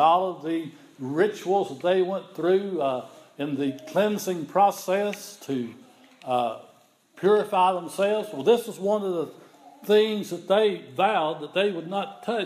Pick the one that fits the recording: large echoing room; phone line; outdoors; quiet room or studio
large echoing room